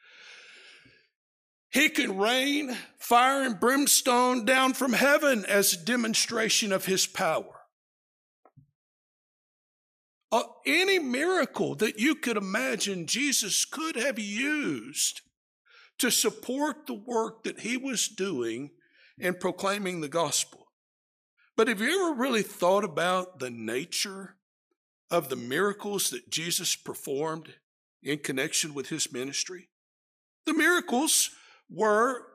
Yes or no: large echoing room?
yes